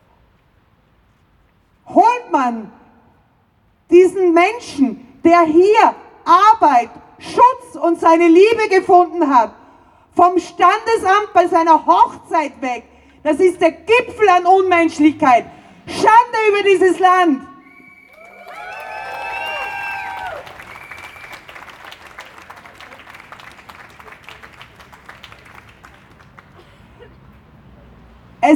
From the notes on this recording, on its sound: O-Ton Kundgebung „Bleiberecht für alle“. In Wien.